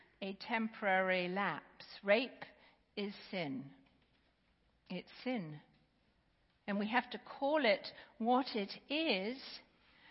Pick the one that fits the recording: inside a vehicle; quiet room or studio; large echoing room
large echoing room